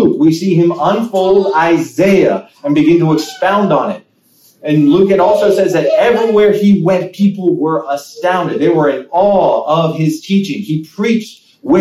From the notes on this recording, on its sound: Sermon preached on January 8, 2023 at Living Water United Brethren in Christ Church in Winchester, VA